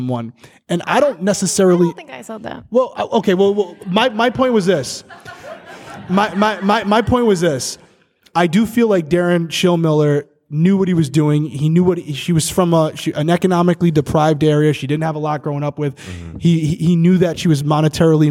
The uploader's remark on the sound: LIVE from Austin, Texas